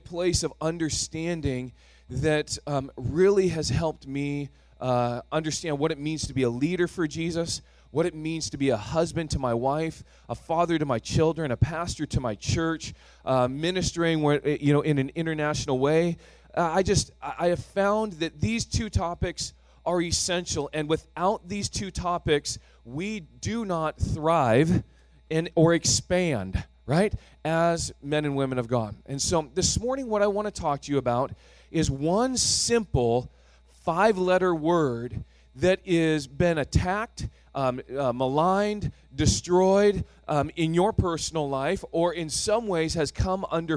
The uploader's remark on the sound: Thrive Leadership Conference (Session 6). Recorded on September 2, 2018 at THRIVE Church Vancouver, Canada.